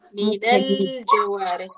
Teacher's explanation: اللام عندي مظهرة مع الجيم